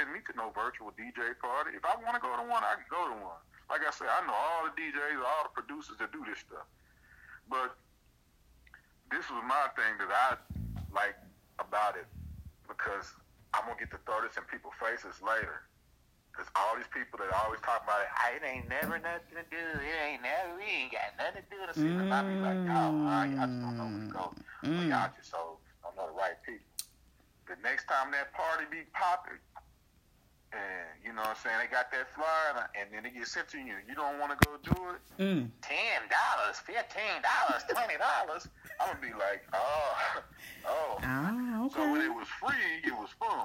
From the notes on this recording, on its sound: Reconnect after another hiatus but this time over the phone due to the current COVID-19 Self Isolation guidelines.